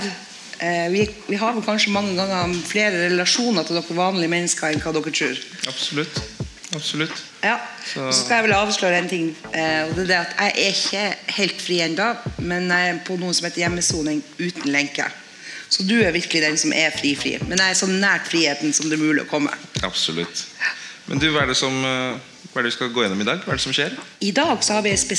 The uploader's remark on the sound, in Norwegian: Røverradion sender live fra utstillingen på Nobels Fredssenter.